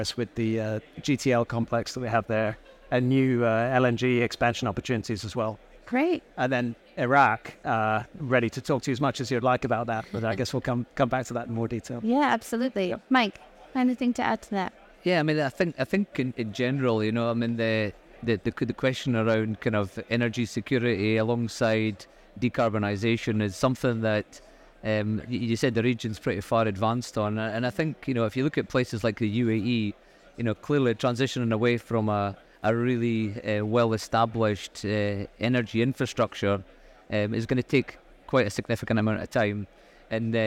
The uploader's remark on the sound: Recorded live at ADIPEC 2023